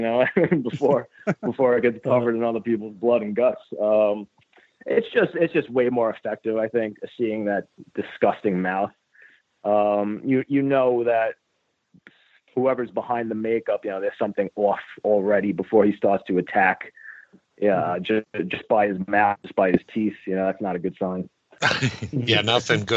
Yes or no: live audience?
no